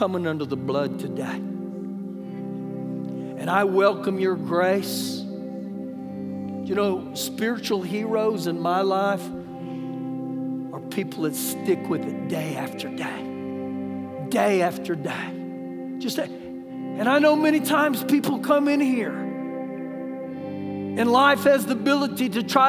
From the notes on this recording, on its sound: Recorded live during our Sunday morning service